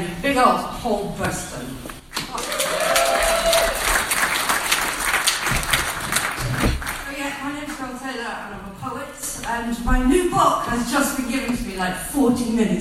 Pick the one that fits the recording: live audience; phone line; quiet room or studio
live audience